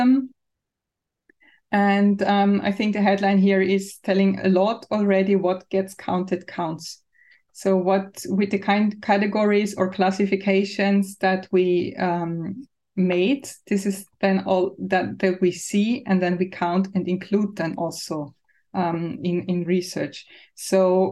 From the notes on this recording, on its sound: Originally a live webinar